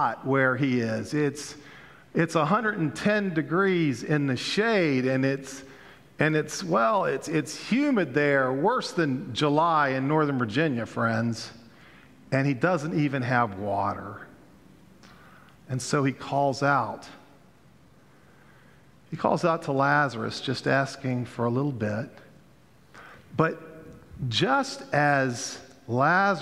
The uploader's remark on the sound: Pender UMC Contemporary Worship Sunday September 22, 2022